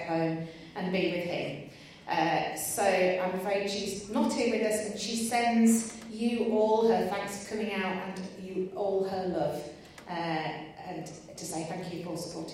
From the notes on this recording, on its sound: At a concert in West Yorkshire featuring some of the very best of British Barbershop. The concert was recorded at Pudsey Civic Hall on April 22nd 2023.